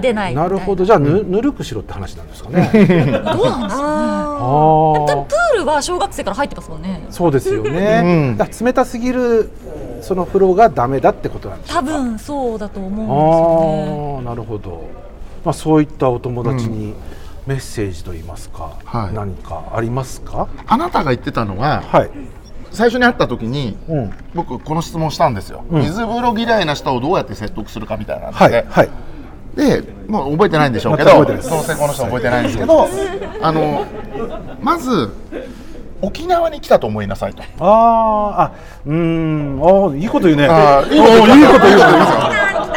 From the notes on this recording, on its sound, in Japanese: 今週は 「万平蒸祭 in ホテルマント富士」 でスナック濡れ頭巾を行った際の公開収録の模様をお届け！全国からお越しいただいたサウナ好きとお送りいたします。